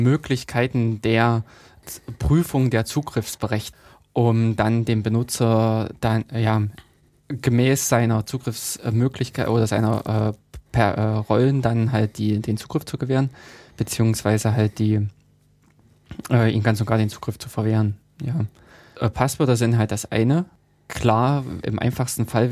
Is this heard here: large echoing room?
no